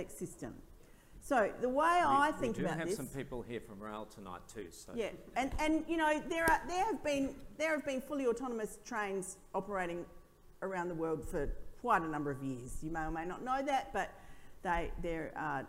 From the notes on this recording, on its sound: An audio release of our recent event, Better Than Us - The Impact of A.I.